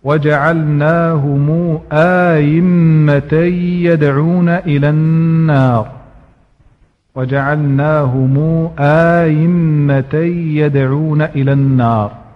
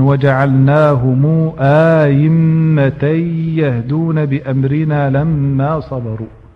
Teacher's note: يقوم بإدخال ألف بين الهمزتين، وإذا أدخل الألف بين الهمزتين فإنه يسهل الهمزة الثانية